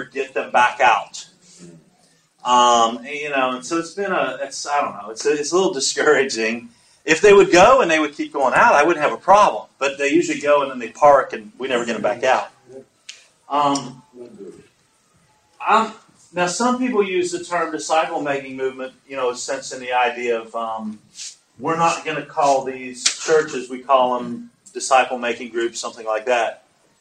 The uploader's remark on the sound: At a Community of Practice held in Sydney. Apologies for the audio quality.